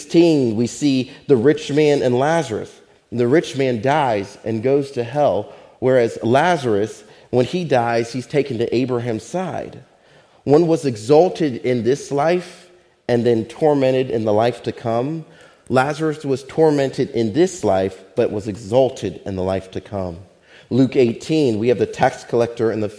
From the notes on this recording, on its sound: Faith Baptist Church in Hamilton, NJ.